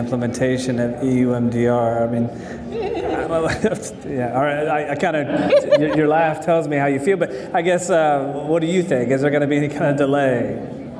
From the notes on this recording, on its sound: This live episode of the Global Medical Device Podcast was recorded at the Greenlight Guru True Quality Roadshow in Houston